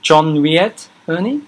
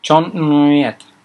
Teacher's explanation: You need a bit more nasality with Nguyet. · Shown in: second take